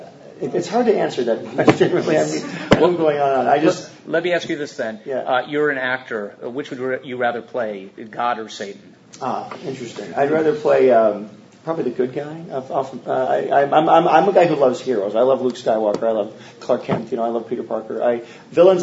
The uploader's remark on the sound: Exploring Heroes & Faith at Stan Lee's Comikaze Convention. A panel he was part of at Stan Lee's Comikaze Convention in Hollywood, LA.